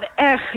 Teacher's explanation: De R achter in de mond. Ja, de R. Ja, R achter in de keel.